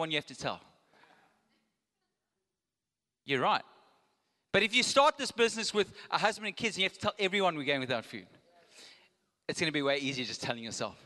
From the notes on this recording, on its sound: Recorded live on Sunday the 9th October 2022